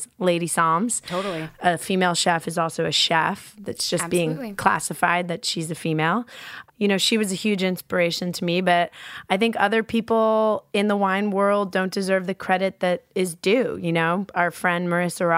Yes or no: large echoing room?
no